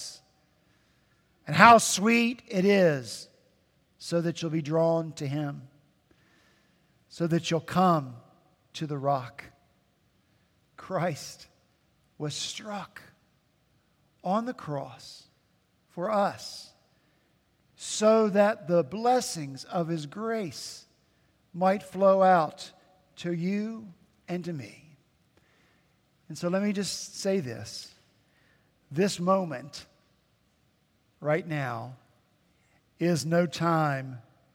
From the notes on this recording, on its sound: At Redeemer Presbyterian Church in Charleston, SC, our senior pastor continued his sermon series in First Peter.